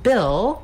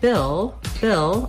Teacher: we have the vowel ih, which is a lax high front vowel.